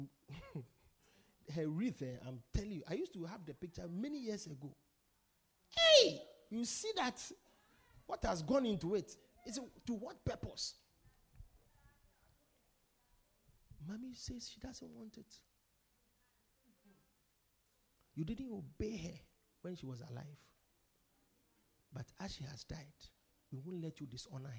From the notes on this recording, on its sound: Preached at The Victory Secrets Service.